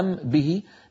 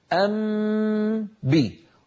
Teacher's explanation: أم به جنة، انظروا أم به، نذهب مرة واحدة أم بي، أطبق الشفتين على ميم وأمط غنتها ثم أجافي الشفتين عن باء · Shown in: second take · Term: إخفاء الميم